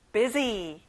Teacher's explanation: S 발음은 Z 발음이랑 똑같이 나요.